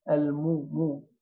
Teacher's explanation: نرقق الميم ونضم الشفتين فيها كويس · Term: الميم مضمومة